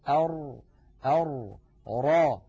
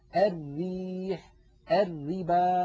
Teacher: مؤخرة اللسان في الراء المفخمة قد تصعدت إلى الحنك، بينما مؤخرته في الراء المرققة ما زالت مستفلة إلى أسفل اللسان، مع أن المنطقة التي يقرع فيها طرف اللسان اللثة واحدة، وهي المنطقة الزرقاء اللون الغامقة.